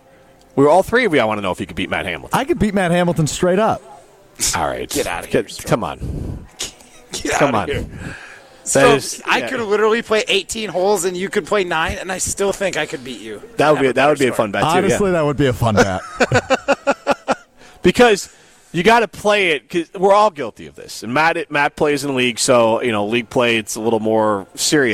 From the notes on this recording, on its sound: live from X-Golf in Madison